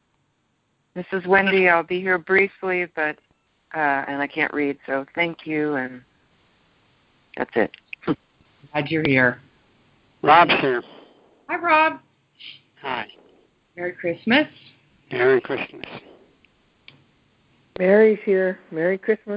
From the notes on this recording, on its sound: ACIM Daily Conference Call